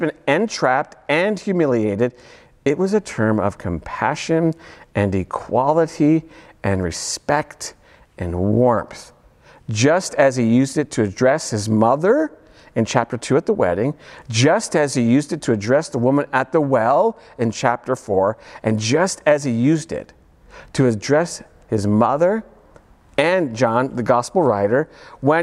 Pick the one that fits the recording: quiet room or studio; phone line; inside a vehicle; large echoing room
large echoing room